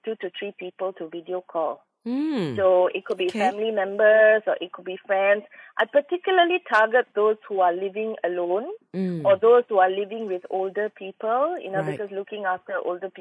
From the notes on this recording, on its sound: On BFM over the phone.